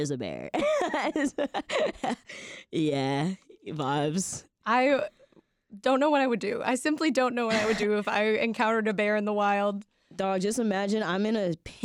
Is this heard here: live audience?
no